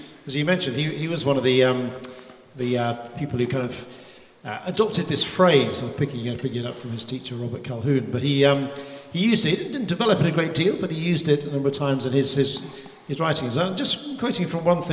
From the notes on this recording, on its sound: This lecture was recorded as part of the Generous Orthodoxy Lecture Series – a collaboration between St Mellitus College and the McDonald Agape Foundation.